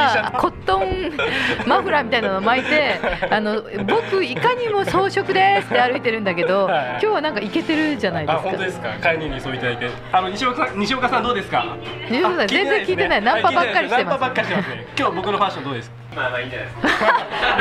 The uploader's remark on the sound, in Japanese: オーガニックワインバー喃喃 麻布十番ストアより公開収録！会場にいるリスナーの悩みに。